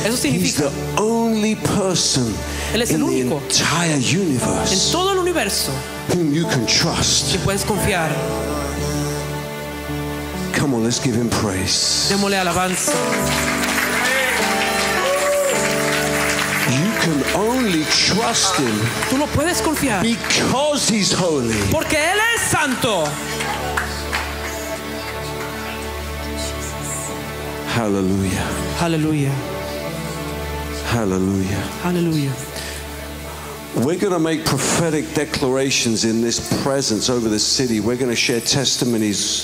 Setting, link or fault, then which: setting, live audience